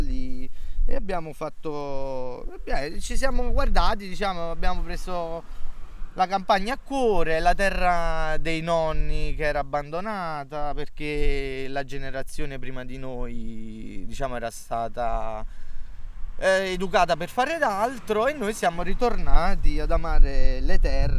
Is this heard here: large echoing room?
no